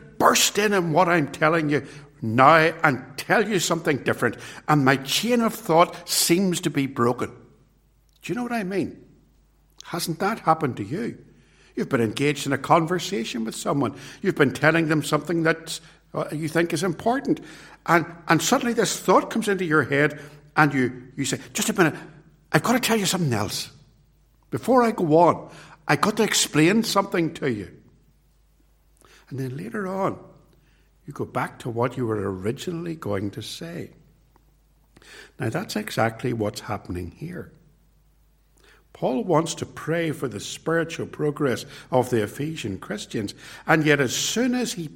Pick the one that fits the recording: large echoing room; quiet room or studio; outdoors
large echoing room